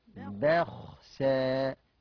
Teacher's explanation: ترقق الباء وتفخم السين